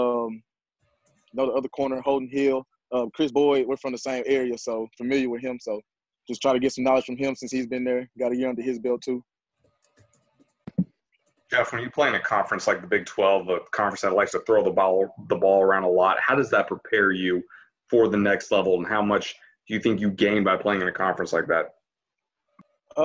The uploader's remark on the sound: meets the Twin Cities media via a zoom call